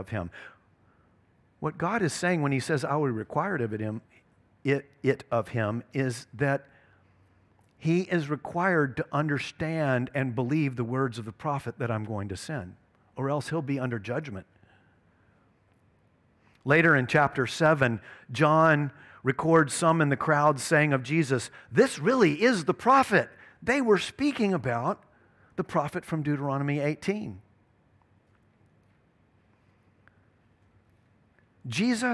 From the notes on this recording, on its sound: at Covenant Hope Church in Dubai, UAE, on June 5th, 2022.